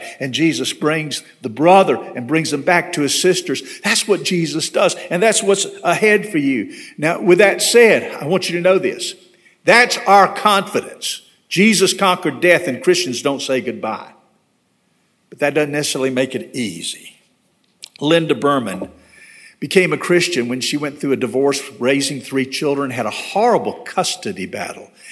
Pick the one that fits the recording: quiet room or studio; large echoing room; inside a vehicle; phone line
large echoing room